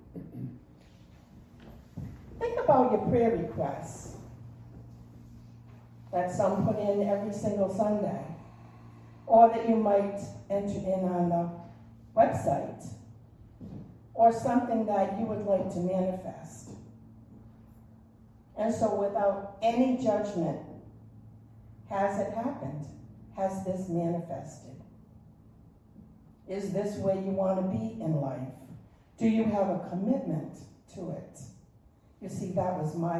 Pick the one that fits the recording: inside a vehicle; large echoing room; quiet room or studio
large echoing room